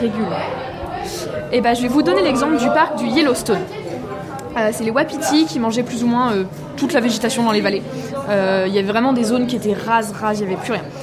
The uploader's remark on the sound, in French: Nous sommes allés lever le coude à Rennes.